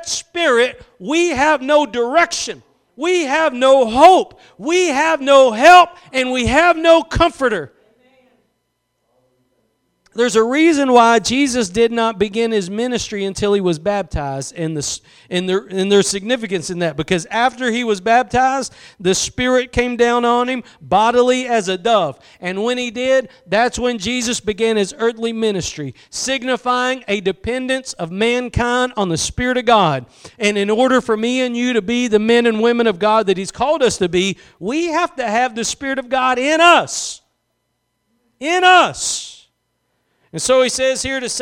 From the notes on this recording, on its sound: Preached at Gospel Lighthouse in Bossier City, La.